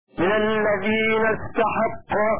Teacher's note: فتح التاء والحاء على بناء الفعل للفعل